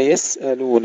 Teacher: السين الساكنة فيها همس وفيها صفير وليس فيها قلقلة